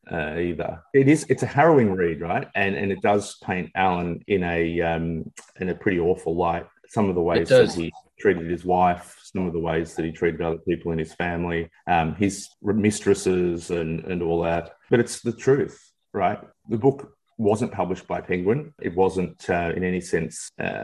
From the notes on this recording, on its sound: via Zoom